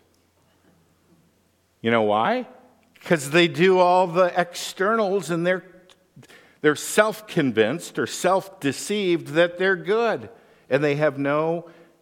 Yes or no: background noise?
no